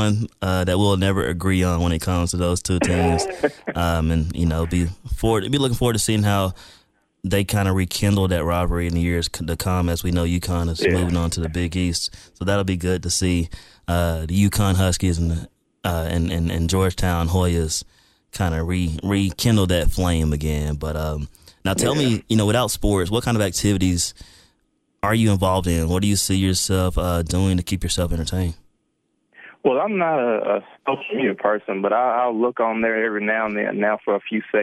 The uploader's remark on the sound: joined over the phone by several guests